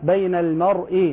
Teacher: رقق الميم وفخم الراء